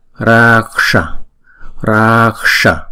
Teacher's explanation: Chữ S này cong lưỡi lên nè.